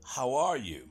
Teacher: L'H è leggermente aspirata.